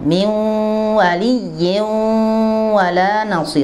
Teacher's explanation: karena nun bertemu dengan waw adalah idgham bi gunnah, harus ada dengungnya, ada, harus ada gunnahnya.